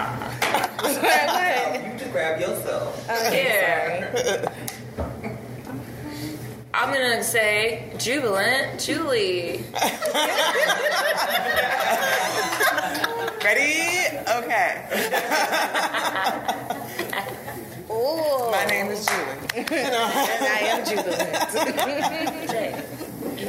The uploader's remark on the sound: during a live podcast